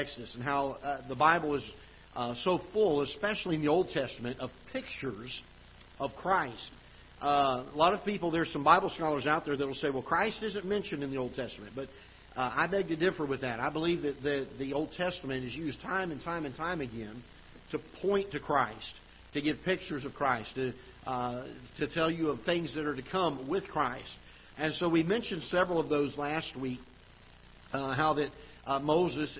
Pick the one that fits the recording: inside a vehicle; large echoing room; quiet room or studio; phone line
large echoing room